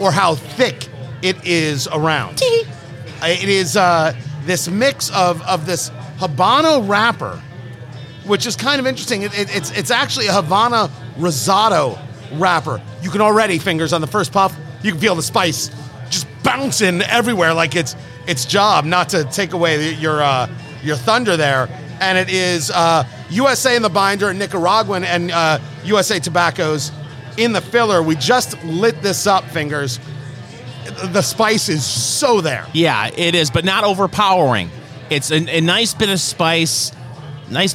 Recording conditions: busy venue